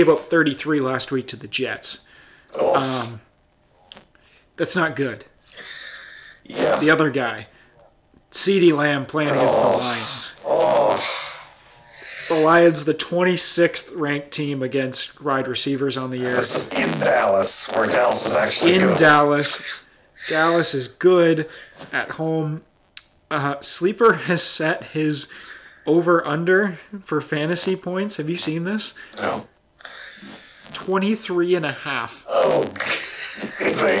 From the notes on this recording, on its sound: (FUCKED UP AUDIO). Effed the audio up and don't have time to record another. Unlistenable.